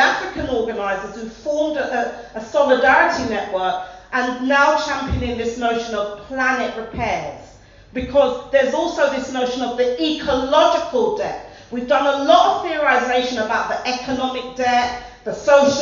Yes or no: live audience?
yes